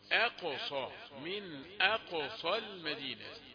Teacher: همزة رقيقة، ما تجيش أقصى، كده يبقى الهمزة يعني ثخينة مفخمة، لا الهمزة ما تفخمش